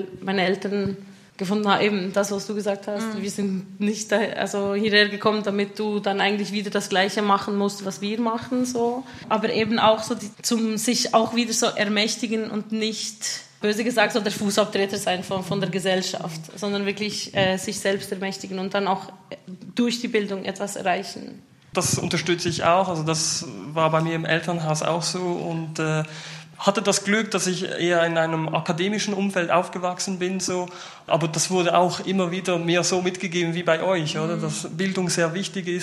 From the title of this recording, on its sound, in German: öffentlichen Podiumsdiskussion